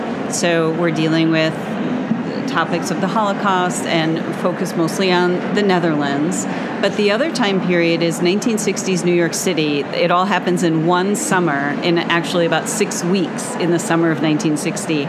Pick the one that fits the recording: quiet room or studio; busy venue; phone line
busy venue